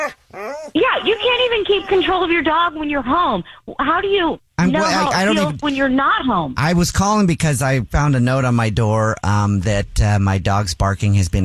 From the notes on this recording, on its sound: phone prank